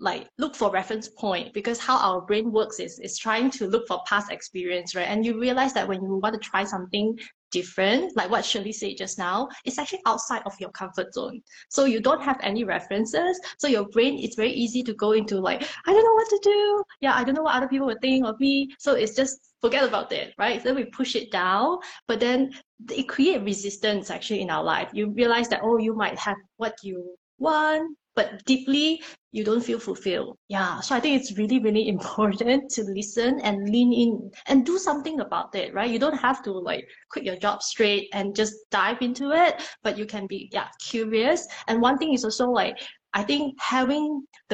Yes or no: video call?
yes